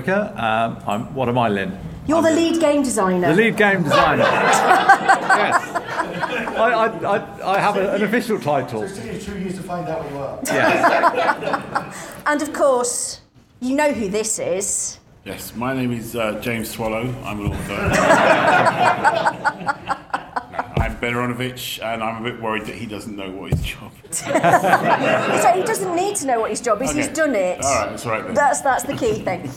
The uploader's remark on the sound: Special: Rivers of London Panel at Dragonmeet 2021.